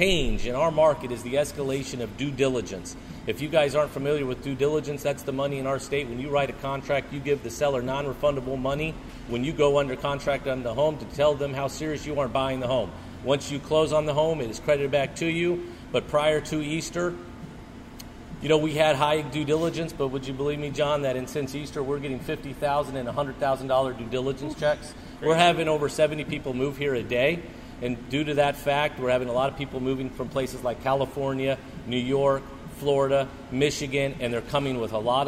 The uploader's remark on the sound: I was live on location at one of my favorite pizza locations in the Triangle, Manhattan Pizza - Holly Springs!